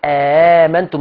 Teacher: ورش أبقى على الهمزتين بس سهل التانية فقال آمنتم زي ما انتم شايفينها على الشاشة آمنتم آمنتم.